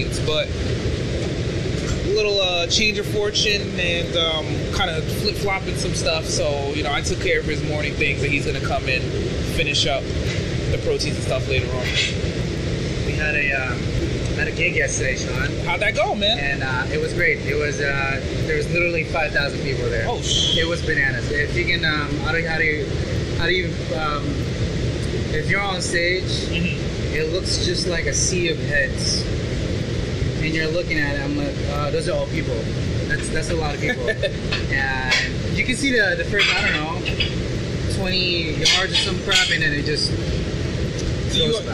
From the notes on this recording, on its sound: Live in the restaurant. Live on the line.